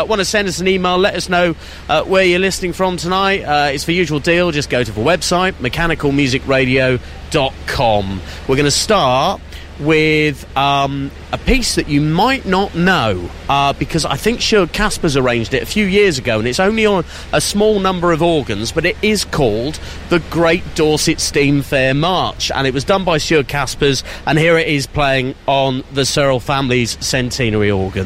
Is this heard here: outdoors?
yes